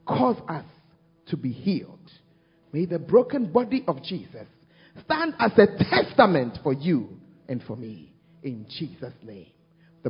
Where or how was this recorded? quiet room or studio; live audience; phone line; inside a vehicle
live audience